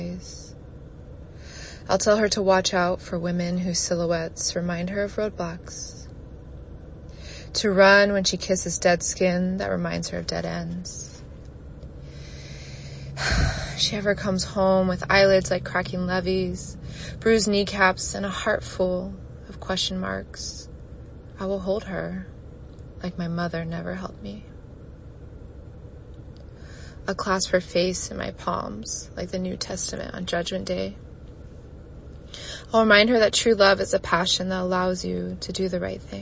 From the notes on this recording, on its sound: I was unsure if I wanted to share this recording that I did hungover, tired, dehydrated, and right after work in my car. I record each episode in one take without a script and no edits.